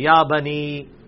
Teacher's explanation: یا کھڑی زبر ایک الف کے برابر کھینچیں گے